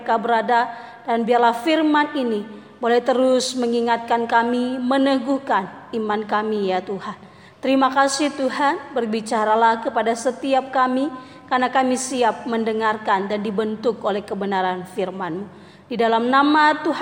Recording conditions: live audience